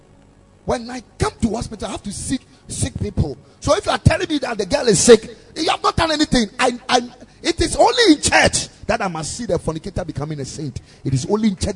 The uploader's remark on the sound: Preached at the Ekklesia Chapel